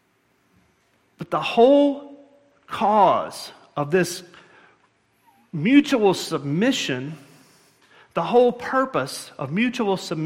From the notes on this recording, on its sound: at Murrieta Valley Church in Murrieta, California